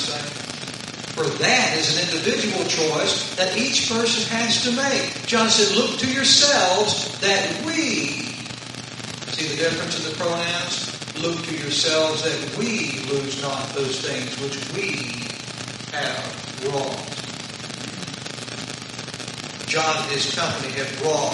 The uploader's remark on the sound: Sorry for poor audio. Apologies for the poor audio.